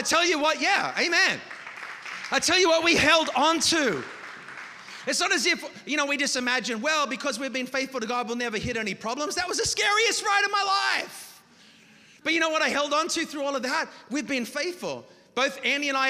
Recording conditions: large echoing room